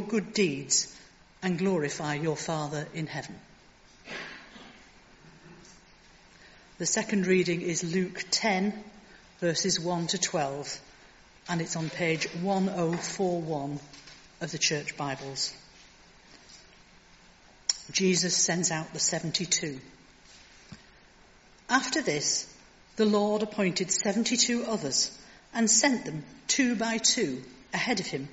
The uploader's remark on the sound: Contemporary Service. Recorded at the 10:30 service on Sunday 22nd January 2023.